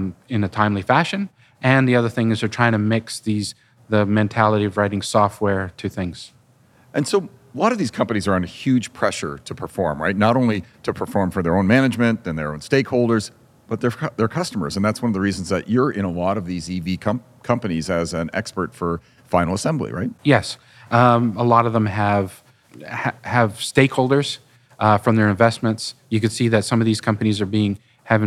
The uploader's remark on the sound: We recorded this podcast at the ADM Advanced Design Manufacturing Toronto 2023 show.